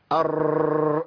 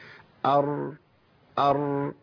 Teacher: لساني هيتحرك يخرج من المخرج ويرجع تاني، ده هيعمل معايا راءات كتير قوي · Shown in: first take · Term: التكرير